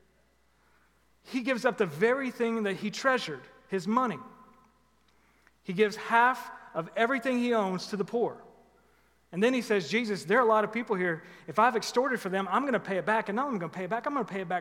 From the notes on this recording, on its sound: Recorded live at The Fellowship at Two Rivers on August 29, 2021.